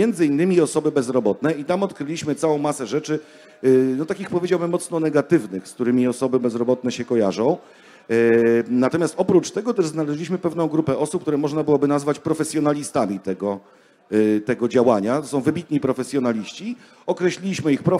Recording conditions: live audience